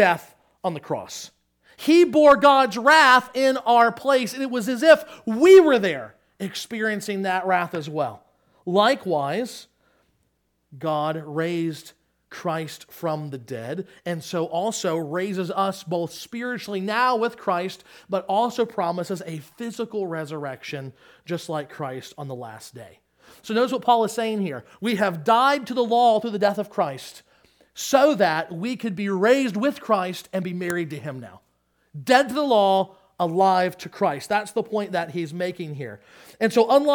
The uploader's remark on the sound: Sermon Audio from Crossway Christian Church.